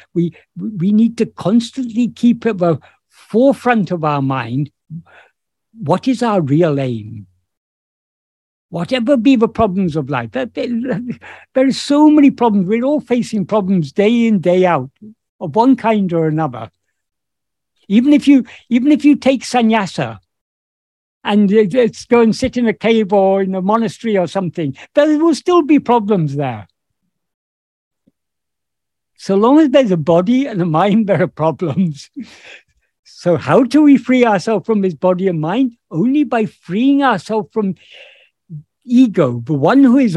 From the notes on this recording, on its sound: In a Zoom meeting with Sri Ramana Center, Houston